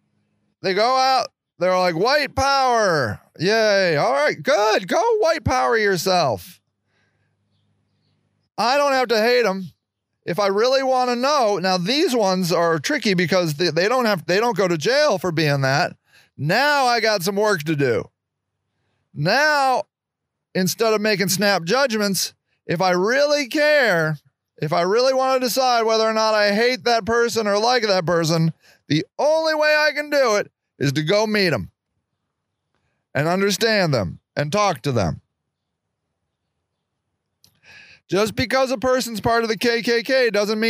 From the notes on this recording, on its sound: I'm trying out my new mobile studio. This week's show was recorded in our developing memorial garden.